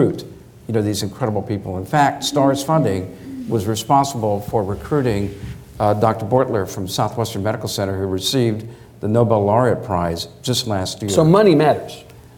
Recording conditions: live audience